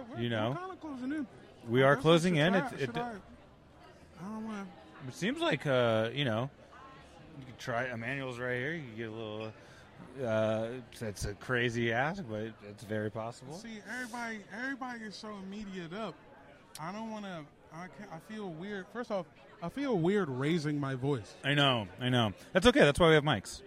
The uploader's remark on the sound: Live from the Netflix Quarterback Premiere